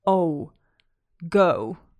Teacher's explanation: Finally, pay attention to the o at the end. So in the English word go, the o is long and it almost ends with a little oo sound. So it's almost two sounds.